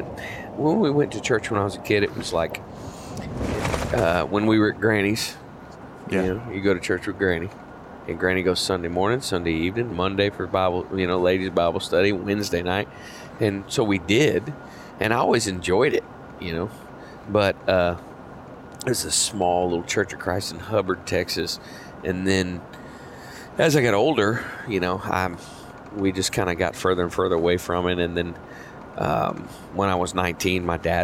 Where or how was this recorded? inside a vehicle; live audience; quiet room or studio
inside a vehicle